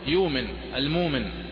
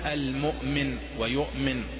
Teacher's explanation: نحن نقول لغة قريش أنهم لا يهمزون · Shown in: first take · لغة قريش لا يهمزون، فهم يقولون يومن المومن، ولا يقولون المؤمن ويؤمن، يحققون الهمز.